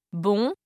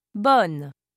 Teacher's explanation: the vowel is nasal in the masculine form, but non-nasal in the feminine.